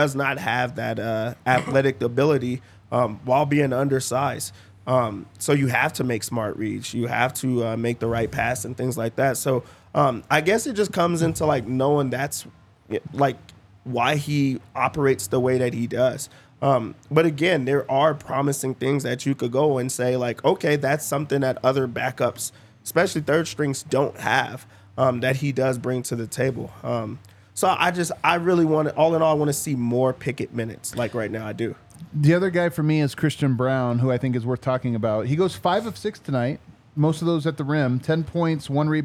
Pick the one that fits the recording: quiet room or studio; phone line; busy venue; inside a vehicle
busy venue